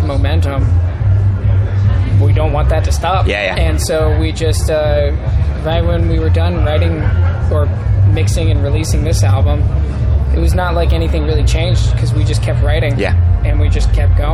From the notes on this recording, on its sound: TURS All Talk Leeds Festival. After a stellar set at Leeds Festival 2021.